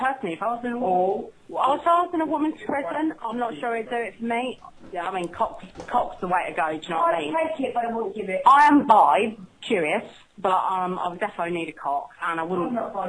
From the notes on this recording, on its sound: Phone calls.